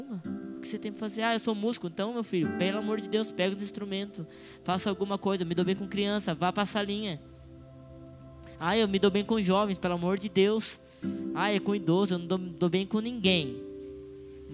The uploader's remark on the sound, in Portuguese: Áudio do culto de Domingo do dia 11/12/2022.